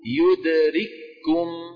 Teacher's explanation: لاحظتم كيف الكاف مشددة، كاف واحدة